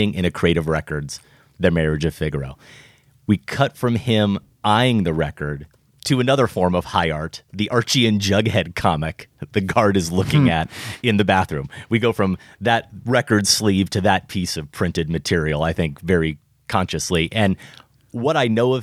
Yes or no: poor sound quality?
no